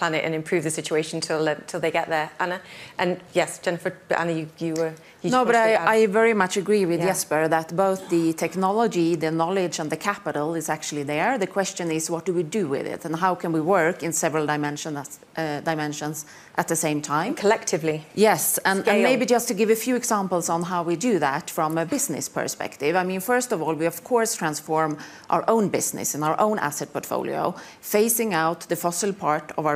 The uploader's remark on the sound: This panel held at the World Economic Forum 2023 Annual Meeting 18 January.